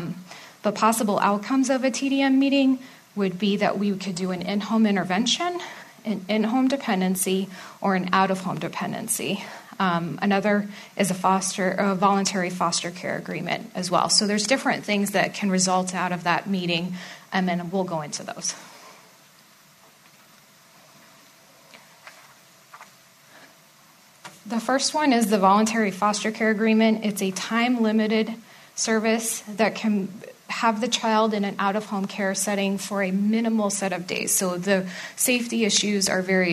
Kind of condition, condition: setting, live audience